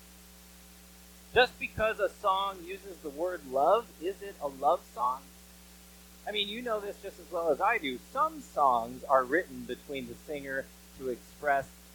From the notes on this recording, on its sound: Bare with us as we struggle with a few tech issues. If you hear the mic fading in and out, know that we are aware of it and trying to fix it before next week!